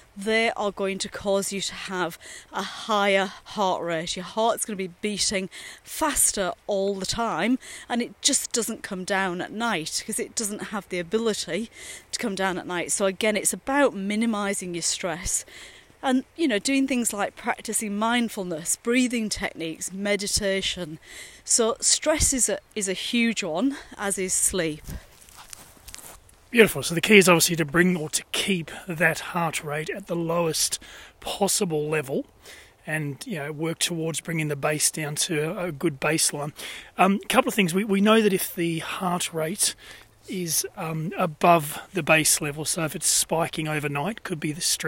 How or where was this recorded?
outdoors